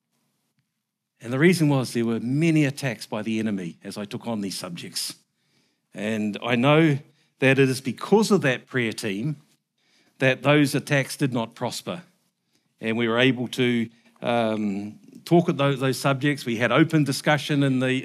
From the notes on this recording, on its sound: Recorded at the Hukanui Bible Church morning service on Sunday the 16th of July 2023 during the 10:00 am service.